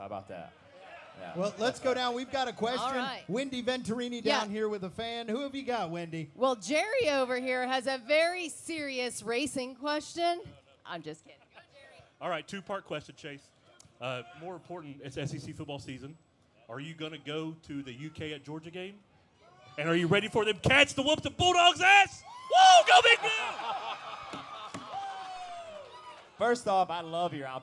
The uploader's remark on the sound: At Trackside Live at Bristol Motor Speedway